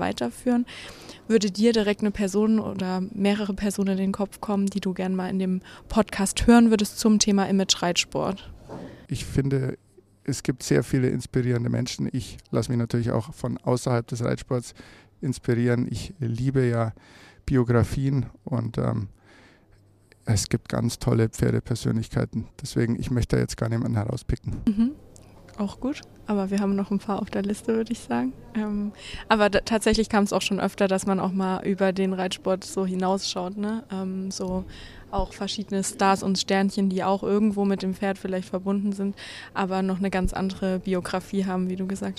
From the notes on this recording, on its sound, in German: Dieses Gespräch wurde im Zuge des AGRAVIS-Cups im Januar 2024 in Münster aufgenommen.